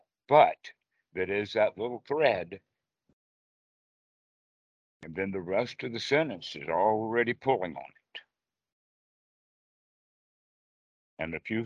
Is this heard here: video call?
yes